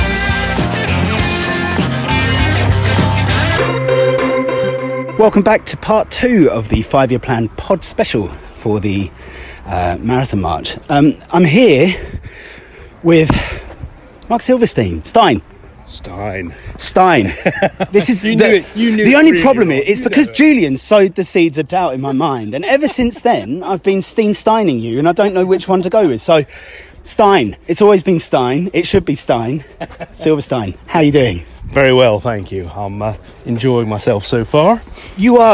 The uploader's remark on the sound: We're back doing the Palace For Life Marathon March, walking the streets and parks of South London to raise money for the people of South London.